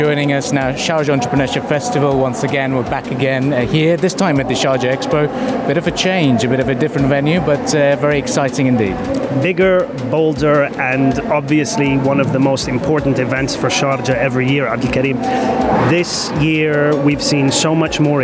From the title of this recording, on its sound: at the Sharjah Entrepeneurship Festival 2019